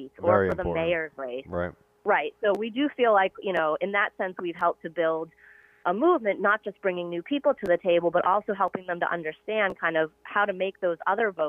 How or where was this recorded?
phone line